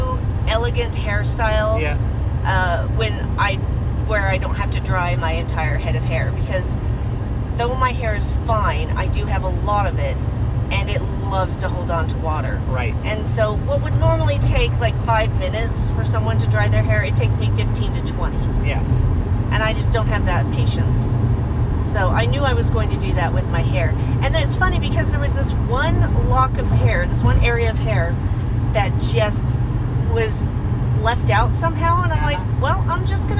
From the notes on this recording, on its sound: We record in the car during our trip to and From Salt Lake.